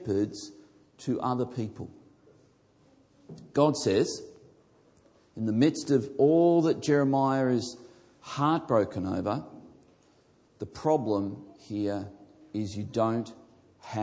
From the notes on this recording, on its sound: This message was originally recorded before a live audience